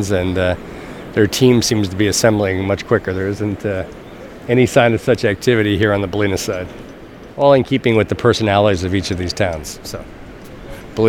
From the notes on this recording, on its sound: In this week's Audiograph we head to the mouth of the Bolinas Lagoon.